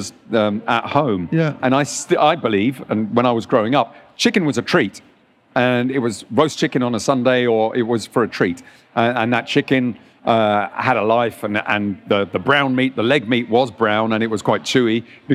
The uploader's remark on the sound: recorded at the BBC Good Food Show